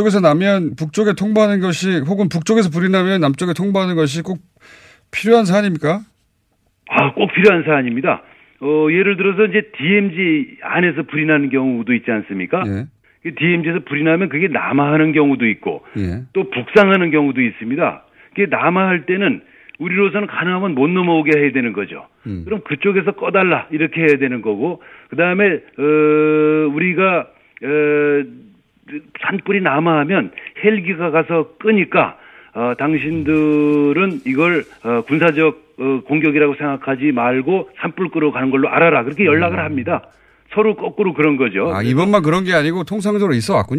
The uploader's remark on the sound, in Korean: 전화연결